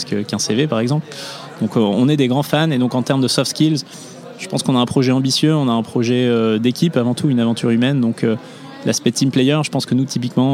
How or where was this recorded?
busy venue